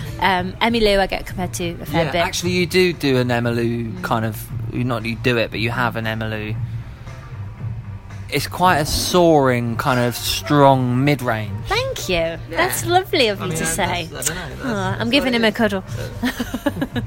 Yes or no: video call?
no